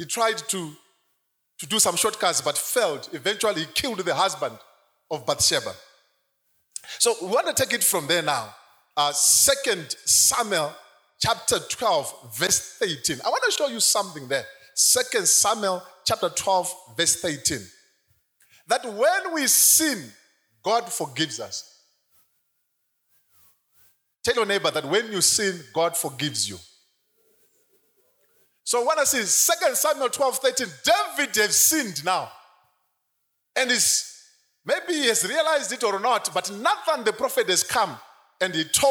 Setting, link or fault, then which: setting, live audience